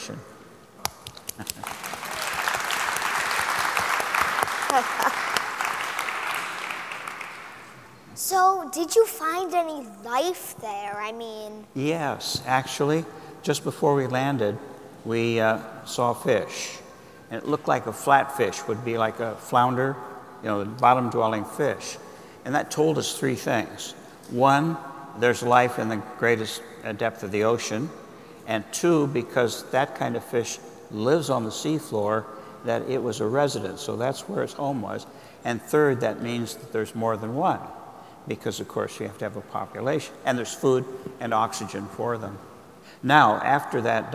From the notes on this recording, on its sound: In front of a live audience. As part of the Coal+Ice Festival in San Francisco.